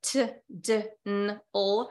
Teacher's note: So alveolar sounds, those are the sounds I mentioned that are like the t, d, n, l. It's where the tip of the tongue has to make contact with your alveolar ridge. T, D, N, and L require the tip of the tongue to do that.